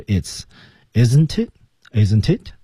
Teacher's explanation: 我们看 isn't it 后面都存在这种连读和失去爆破的痕迹